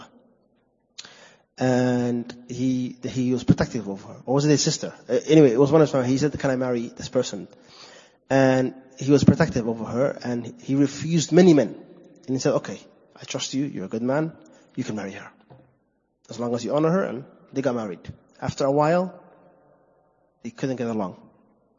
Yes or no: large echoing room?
yes